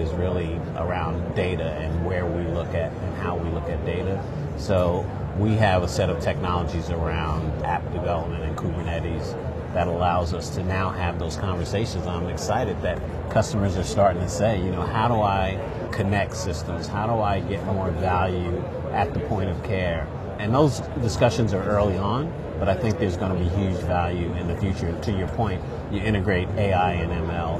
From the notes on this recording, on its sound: an Interview in Action live from ViVe 2023